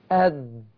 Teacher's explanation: تخبط ظهر طرف اللسان في اصول الثنايا العليا يديني مخرج الدال